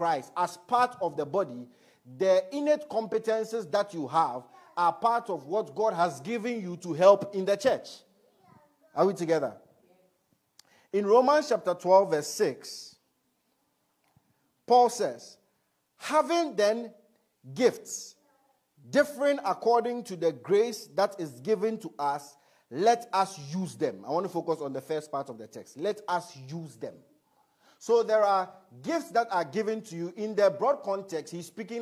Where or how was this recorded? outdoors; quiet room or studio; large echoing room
large echoing room